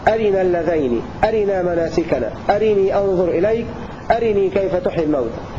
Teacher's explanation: ثالثا قال الناظم وأخفاهما طلق، أي دوري أبي عمرو قرأ باختلاس كسرة الراء في المواضع المذكورة كلها هكذا أرنا اللذين، أرنا مناسكنا، أرني أنظر إليك، أرني كيف تحيي الموت، والكسر والإخفاء معناه الاختلاس، اختلاس الكسرة أي الإتيان بثلثي كسرة أرنا نعم أو أرني، هكذا يروي دوري أبي عمرو باختلاس كسرة الراء من قول الناظم وأخفاهما طلق.